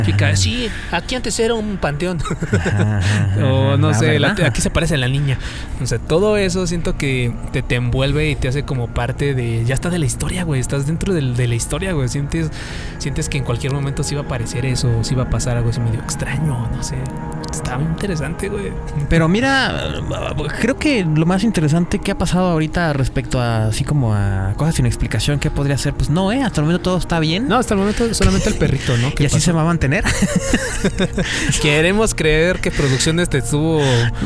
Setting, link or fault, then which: setting, outdoors